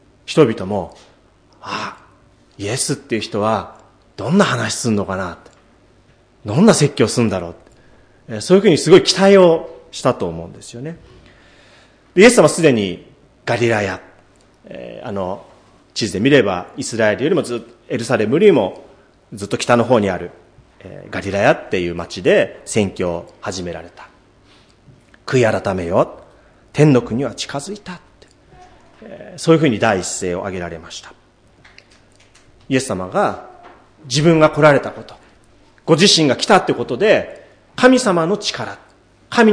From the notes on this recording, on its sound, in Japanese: 主日礼拝説教録音